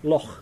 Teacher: It's a very soft K, very guttural K. Loch, like that.